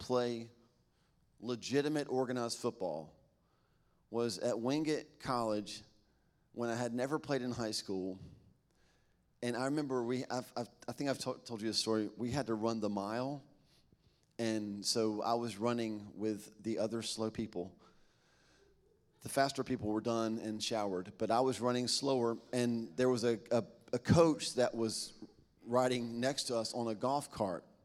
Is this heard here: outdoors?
no